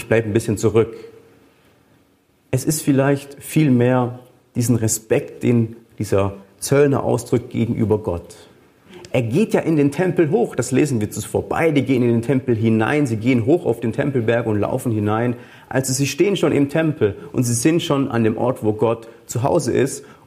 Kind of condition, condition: setting, large echoing room